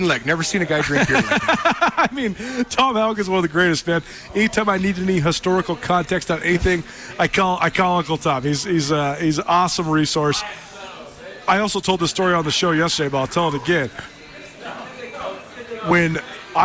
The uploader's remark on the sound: live from the Rockin R Bar in downtown Bozeman